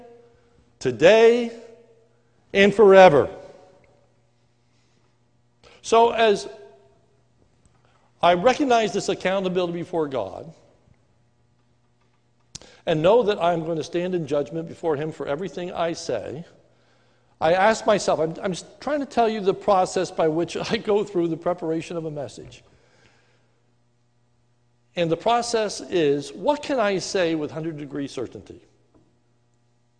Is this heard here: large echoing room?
yes